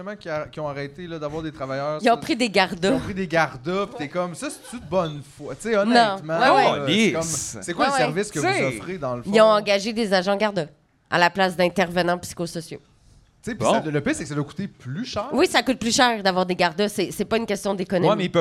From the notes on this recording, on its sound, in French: Épisode enregistré le 9 mai 2023 au Verre Bouteille.